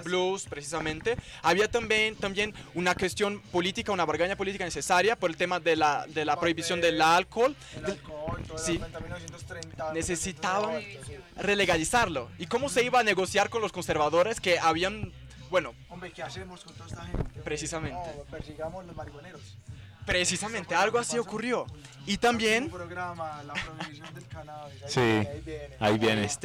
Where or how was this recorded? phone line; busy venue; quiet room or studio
busy venue